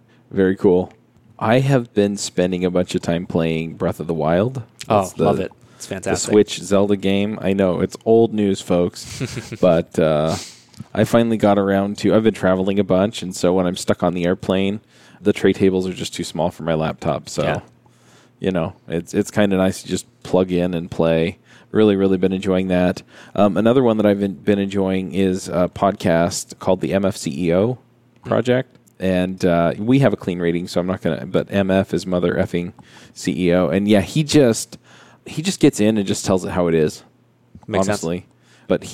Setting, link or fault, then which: setting, busy venue